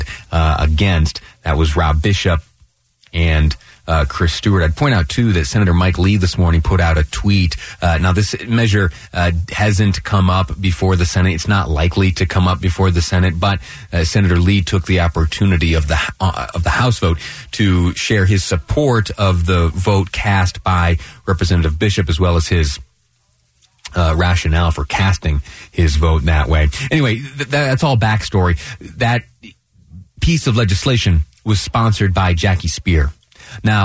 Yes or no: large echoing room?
no